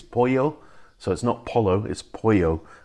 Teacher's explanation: the double L becomes a Y.